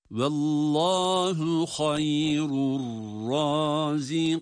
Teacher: hem meddi arız ile uzatarak duruyoruz hem de nunun gunnesini yine duyuruyoruz